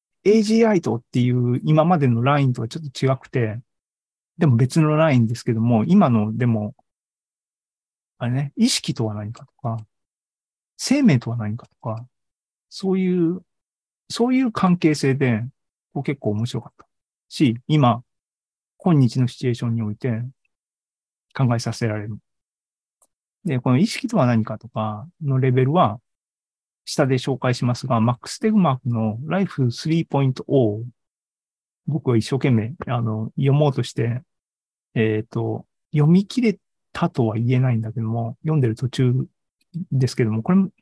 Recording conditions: video call